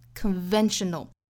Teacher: conventional 里面的这个 v 的发音应该是上齿摩擦下唇的